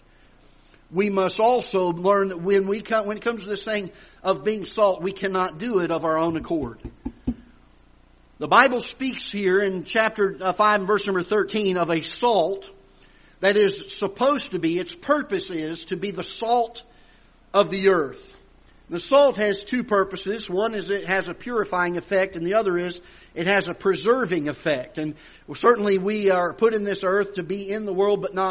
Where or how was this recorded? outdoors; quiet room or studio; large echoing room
large echoing room